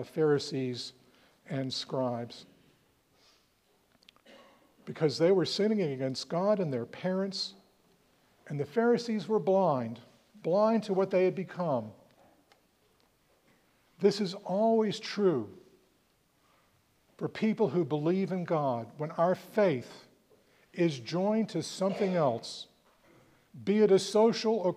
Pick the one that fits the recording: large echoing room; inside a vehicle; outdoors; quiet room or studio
large echoing room